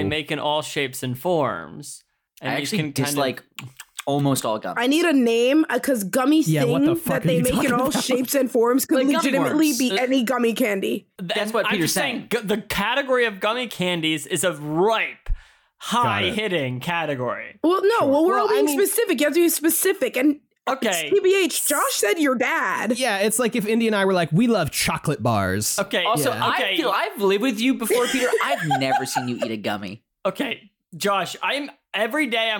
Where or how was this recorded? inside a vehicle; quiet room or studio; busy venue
quiet room or studio